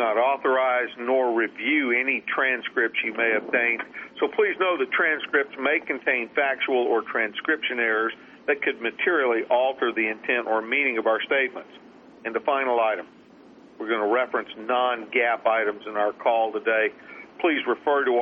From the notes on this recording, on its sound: ProAssurance Earnings Conference Call, Second Quarter 2012.